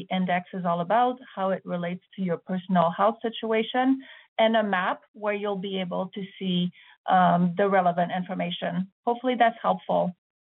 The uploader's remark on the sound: Albertans who are evacuated can attend telephone town halls with government and partner organizations to get updates and answers to their questions.